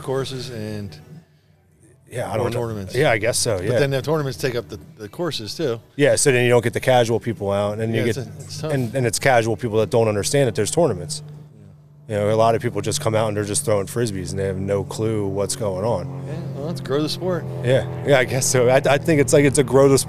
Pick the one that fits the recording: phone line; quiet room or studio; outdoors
outdoors